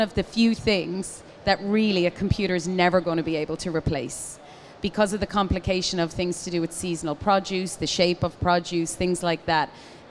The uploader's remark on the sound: Live from Commercial Kitchen. Was recorded live.